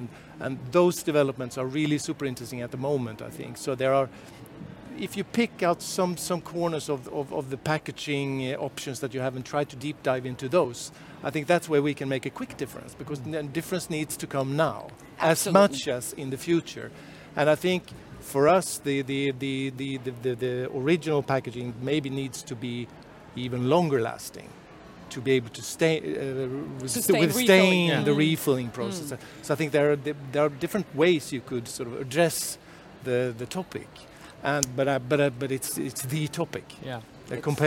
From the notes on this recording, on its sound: a live talk we hosted at CIFF, Copenhagen International Fashion Fair